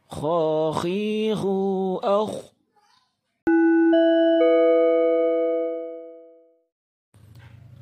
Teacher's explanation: Huruf kho keluar dari tenggorokan bagian atas.